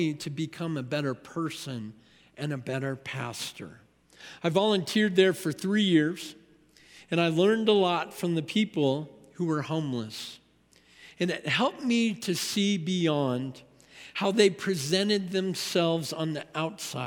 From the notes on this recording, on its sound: At Timberline Church. Live.